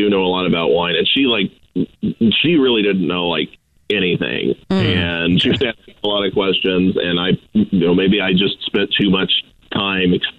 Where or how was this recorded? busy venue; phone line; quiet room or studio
phone line